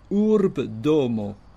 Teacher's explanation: Et on pourrait même enlever le O de urbo, faire l'élision de ce O, pour prononcer urb domo. Mais comme c'est un petit peu délicat à prononcer, ça nous fait trois consonnes successives, le R, le B et le D.